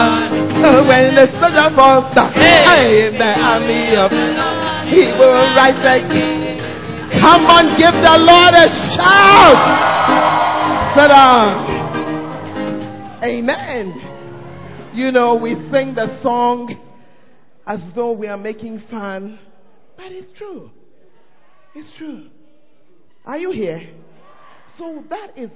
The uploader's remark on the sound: Preached At The First Love Center, Ayeduase